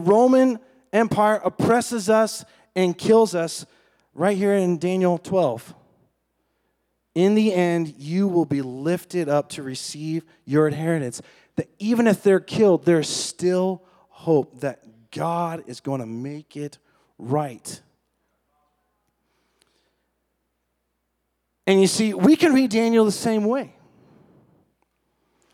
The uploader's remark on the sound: This is a recording of CSU Chi Alpha's Outpost service recorded on 04/20/22.